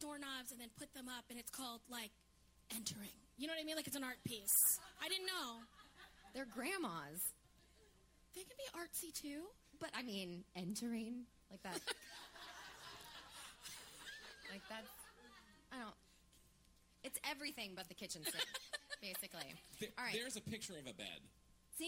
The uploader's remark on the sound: 10K Dollar Day is LIVE at The Triad Theatre in New York City!